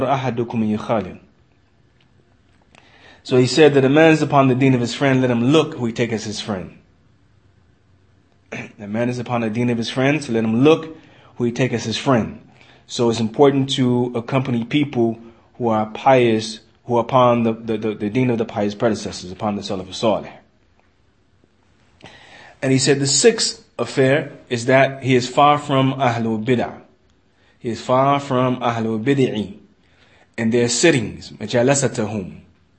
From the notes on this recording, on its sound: Lecture given in Masjid Anas Bin Malik, Kansas City, Missouri